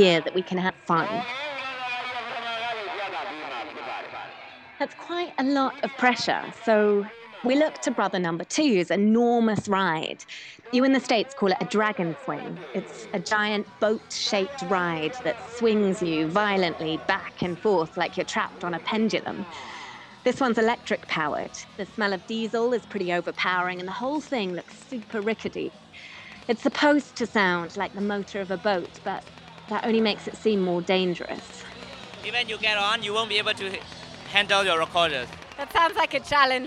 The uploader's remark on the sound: takes us to a festival in Taung Byone, Myanmar